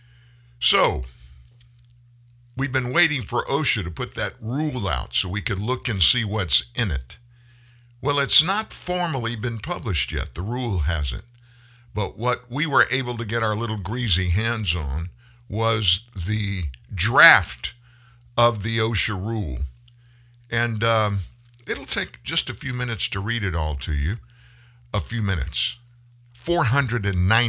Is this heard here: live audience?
no